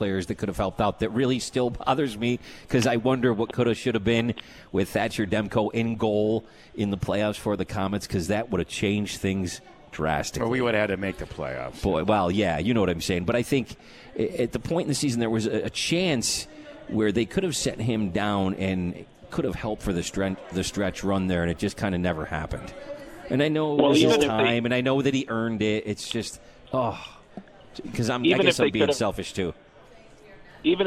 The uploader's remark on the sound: At The 72 Tavern & Grill and joined on the phone.